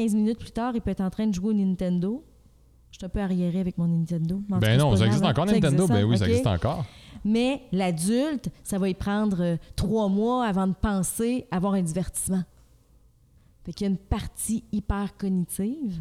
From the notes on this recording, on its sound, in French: Le podcast a été enregistré en août 2021 à la microbrasserie le Boquébière au 50, rue Wellington Nord à Sherbrooke